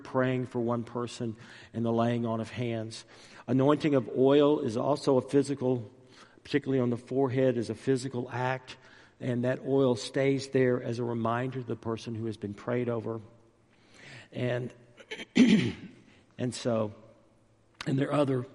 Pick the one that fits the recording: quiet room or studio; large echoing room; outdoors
large echoing room